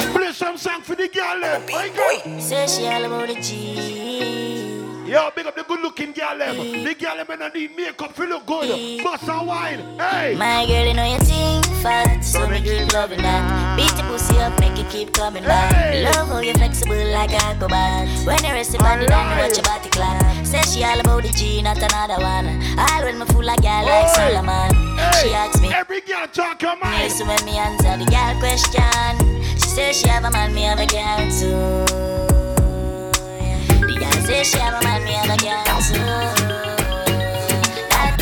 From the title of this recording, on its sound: LIVE IN Los Angeles 4/20 (CLUB UPPERCLASS)